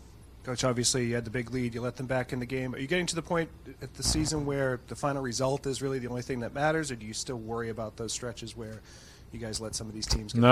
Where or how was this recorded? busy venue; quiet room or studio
busy venue